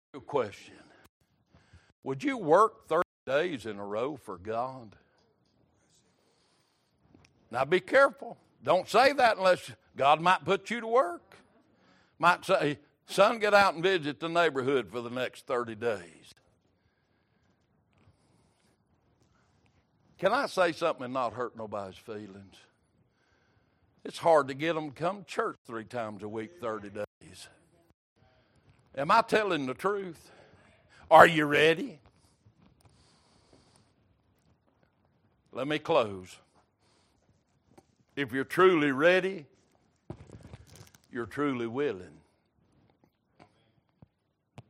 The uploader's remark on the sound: Recorded December 18, 2022 - Sunday Evening Service